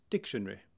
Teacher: the tendency to abbreviate four-syllable words down to three-syllable words